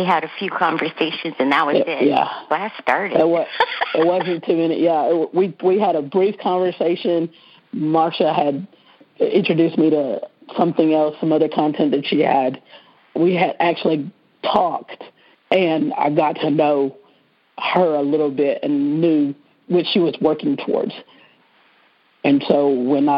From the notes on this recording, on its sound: On Monday's we're BLOWING UP Soul University's Pay Me What I'm Worth conference-call based classes. We record (then broadcast) our classes.